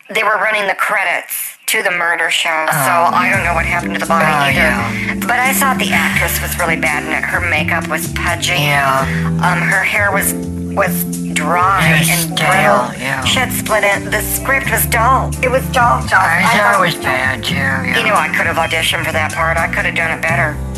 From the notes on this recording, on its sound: Open The Phone Lines